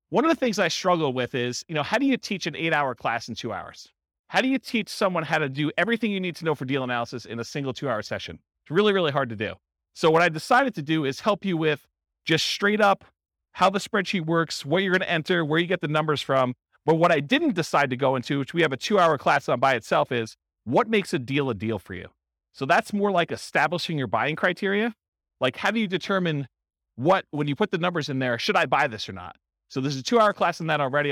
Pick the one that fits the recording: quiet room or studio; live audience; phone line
live audience